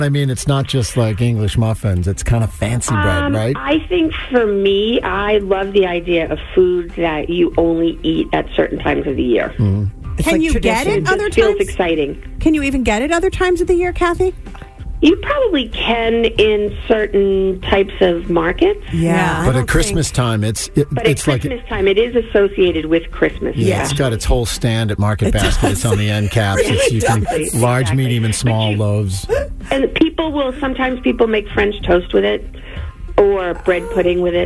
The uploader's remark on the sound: She called in this morning.